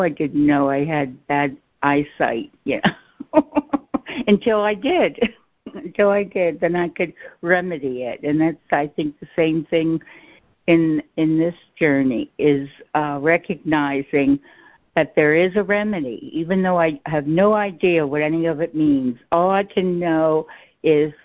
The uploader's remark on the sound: ACIM Daily Conference Call